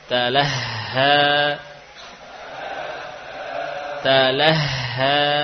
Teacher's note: karena huruf ha ini punya sifat khafa, ya, khafa yang lirih suaranya. Jadi perlu jelas saat kita membaca huruf ha dalam keadaan sukun atau tasydid, ya.